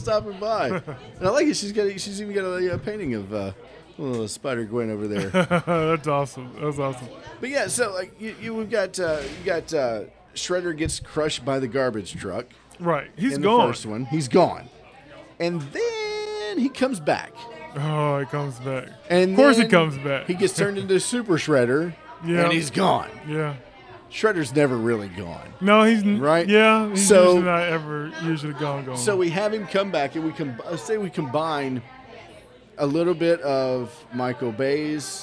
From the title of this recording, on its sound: Live from Covington Comic Con